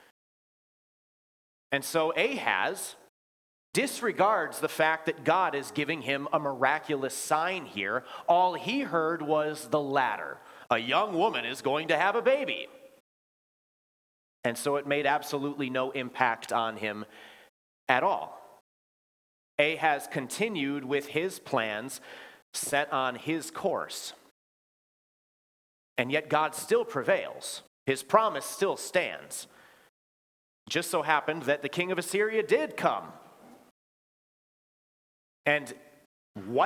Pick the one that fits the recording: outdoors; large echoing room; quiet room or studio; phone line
large echoing room